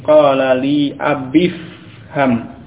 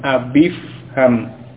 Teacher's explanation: Ya, kalau dibaca dengan sukun tadi qala li abi ifham, kemudian dibaca bersambung menjadi qala li abifham. Jadi dari ba yang kasrah langsung ke fa yang sukun